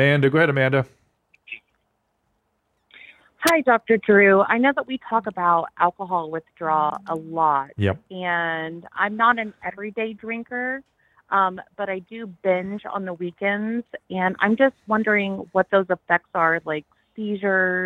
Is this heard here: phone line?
yes